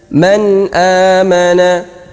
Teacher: Izhar artinya jelas, maka bacaan nun sukun harus jelas. Jelas artinya tanpa ada dengungan sama sekali, tidak dimasukkan kemana-mana, dan juga keluar dari makhrajnya nun dengan jelas. Contoh, nun sukun bertemu dengan hamzah, bacaannya man amana.